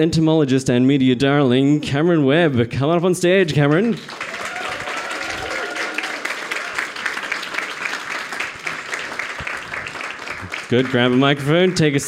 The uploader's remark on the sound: Live from the Django Bar. In Situ Science returned to the Django Bar to celebrate National Science Week and the Sydney Science Festival.